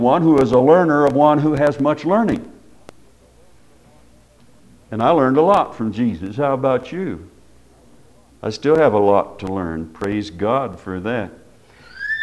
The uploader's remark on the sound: Preached at Paradise Valley Christin Church.